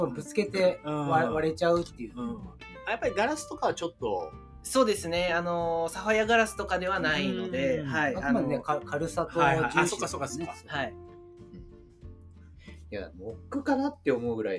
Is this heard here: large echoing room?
no